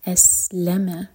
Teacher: سین پر سیٹی والی آواز اور سکون کے بعد لام پر زور دیا جائے گا